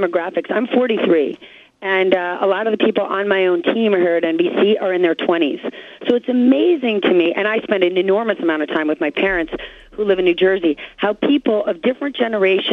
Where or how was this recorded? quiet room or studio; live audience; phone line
phone line